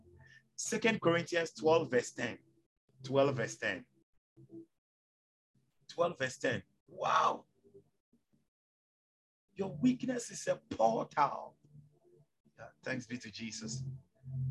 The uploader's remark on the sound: Zoom meeting